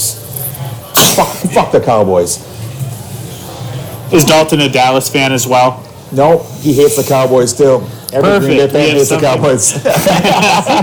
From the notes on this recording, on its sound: The Vikings travel to Green Bay and we do too. Audio quality is not the best, but what can you expect when your in the cheesy state of Wisconsin.